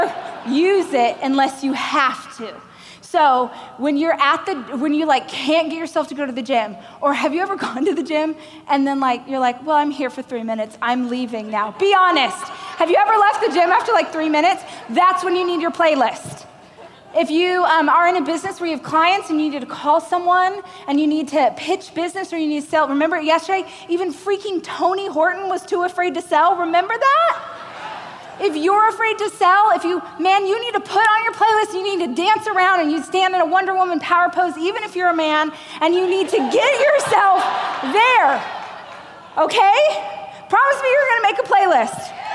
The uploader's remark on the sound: a keynote speech I gave during the Growth